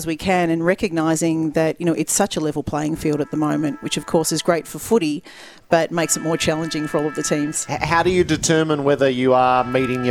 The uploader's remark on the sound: Live from Mars Stadium in Ballarat.